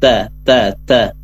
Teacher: tanya ada hamasnya sedikit, desisnya